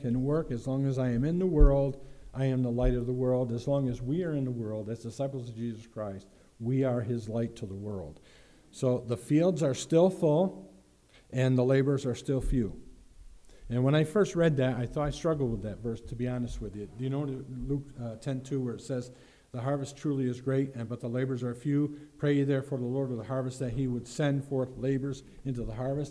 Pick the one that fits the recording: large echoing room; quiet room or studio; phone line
large echoing room